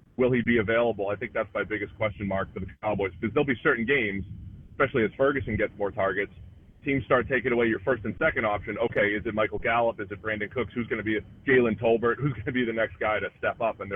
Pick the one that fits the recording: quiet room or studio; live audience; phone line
phone line